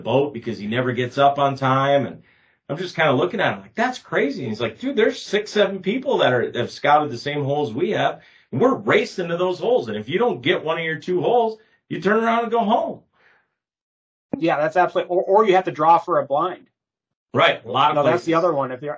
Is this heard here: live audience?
no